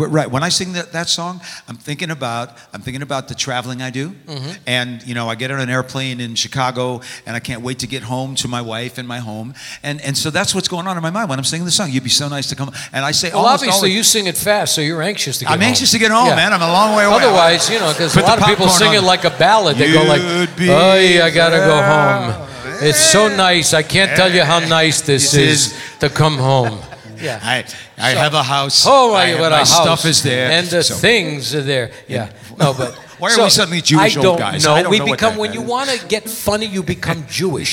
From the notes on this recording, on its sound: Live at the South Point Casino